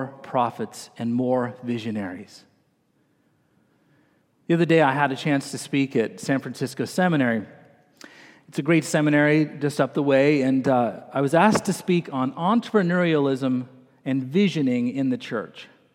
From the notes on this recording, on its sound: this morning delivered the message during the Traditional Worship service